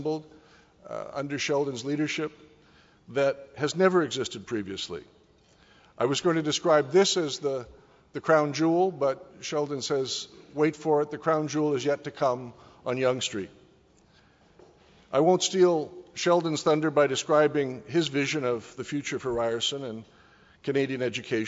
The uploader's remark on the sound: The venue is the Mattamy Athletic Centre at the Gardens, Ryerson's new facility on Carlton Street, included in the ESPN list of Top 10 Most Historic Stadiums in North America.